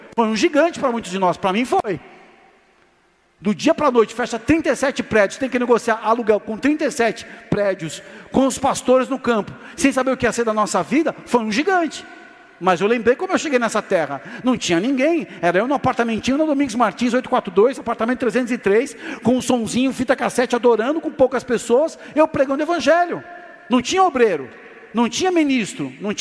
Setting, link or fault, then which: setting, large echoing room